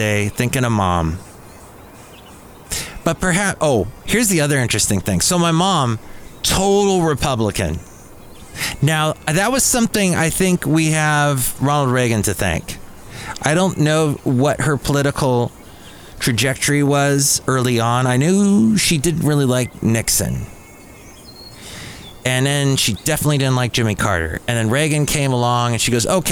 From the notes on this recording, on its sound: podcasts live from Café Anyway